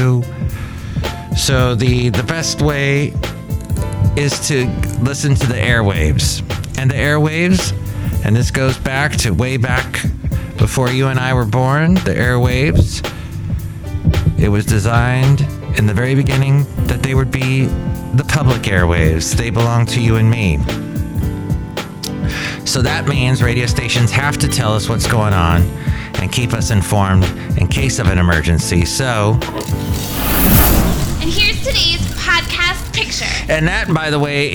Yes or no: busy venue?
yes